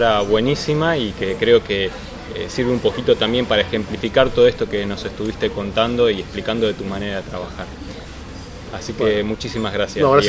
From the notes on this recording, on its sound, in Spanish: En la Gcomics Meetup #15